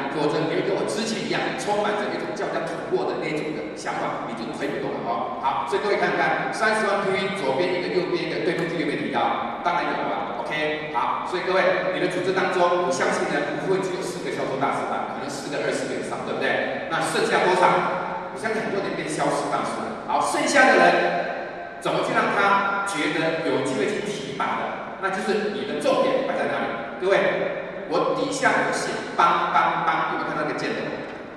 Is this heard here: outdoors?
no